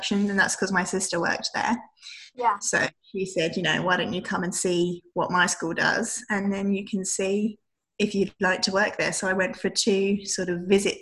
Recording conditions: video call